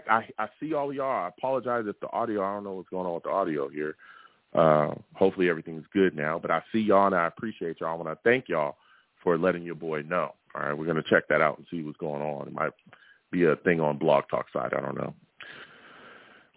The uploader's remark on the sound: I take live callers!